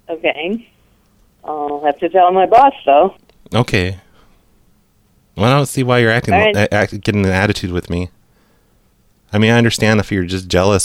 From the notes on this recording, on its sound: Personal Prank Phone Calls Collection